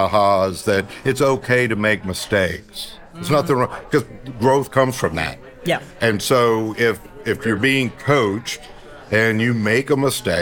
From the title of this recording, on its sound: Live From Strategies TBX23